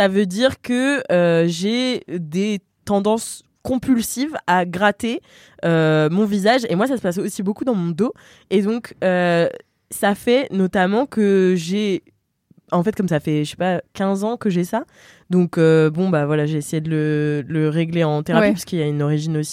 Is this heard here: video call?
no